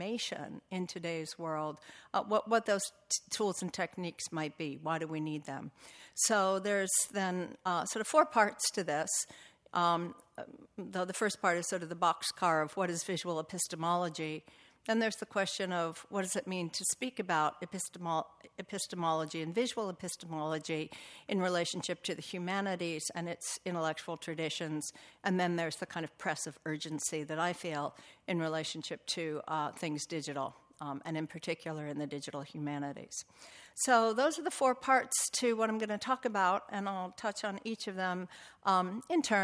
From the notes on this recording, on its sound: Recording of a lecture delivered on March 23, 2018